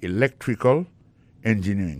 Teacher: Ça veut dire accent tombé dans electrical là, c'est sur deuxième syllabe là. · Term: accent tonique